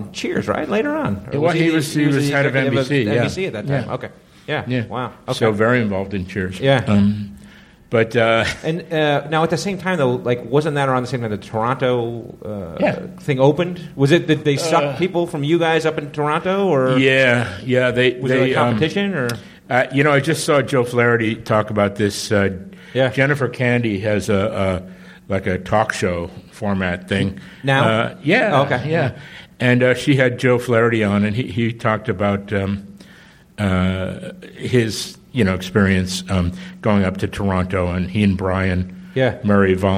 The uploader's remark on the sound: from the stage at IO West during the The 13th Annual Los Angeles Improv Comedy Festival